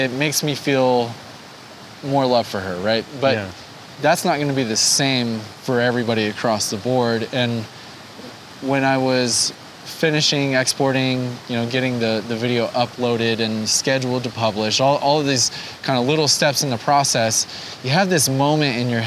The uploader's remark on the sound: enjoy a beautiful day outside while discussing the topic of vulnerability